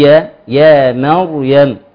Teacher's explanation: وفي اللي معتاد ان هو يقول يعني عندي بنت اسمها مريم ايوه فيقول لك ايه يا مريم فيجي في القران ويثبت هذا بترقيق الراء والراء اصلا ليست مرققه لانها مفخمه ساكنه بعد فتح